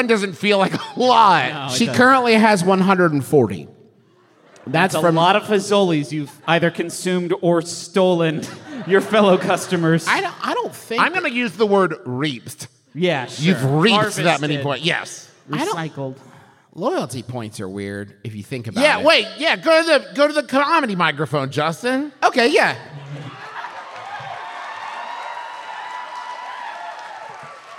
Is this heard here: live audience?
yes